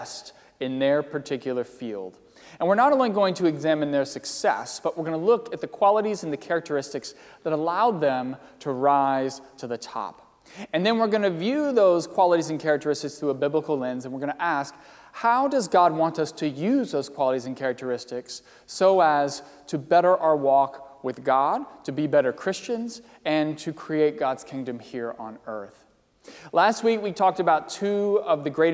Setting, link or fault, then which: setting, large echoing room